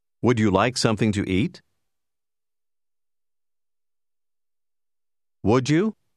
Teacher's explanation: Nella domanda appena ascoltata, would, you, si uniscono in modo da generare il suono giù